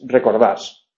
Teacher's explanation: en recordás, la tónica es la A, por lo tanto, no es recuerdás, es recordás, ¿vale?